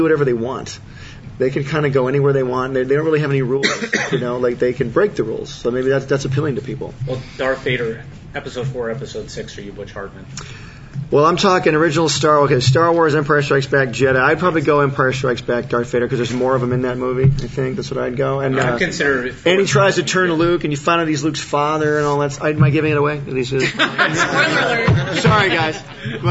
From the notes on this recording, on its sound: Visits Stan Lee's Comikaze 2014 Entertainment Expo.